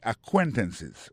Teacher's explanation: Accent tombé sur deuxième syllabe là.